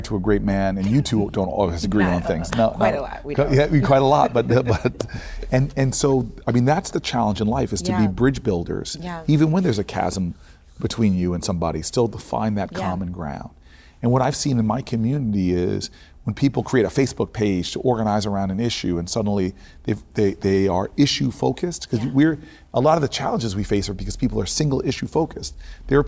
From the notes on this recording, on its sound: In New Orleans at ESSENCE Festival